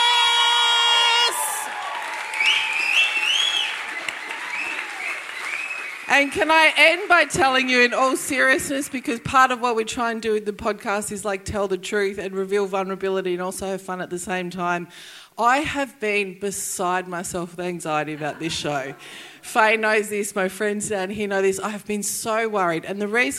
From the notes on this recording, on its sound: LIVE at the Brunswick Ballroom. LIVE RECORDING.